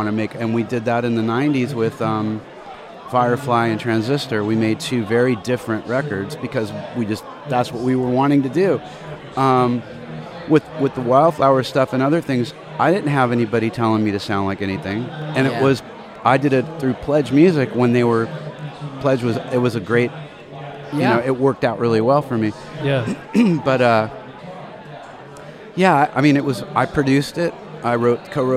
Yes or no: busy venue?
yes